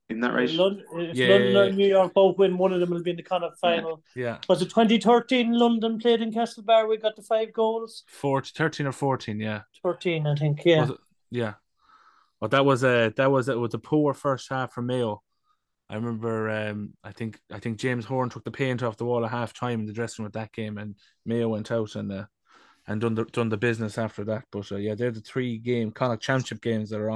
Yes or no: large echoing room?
no